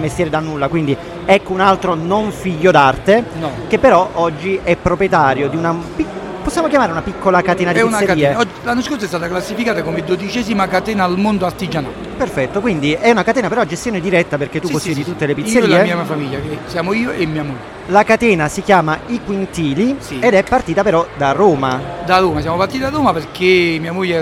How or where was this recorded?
busy venue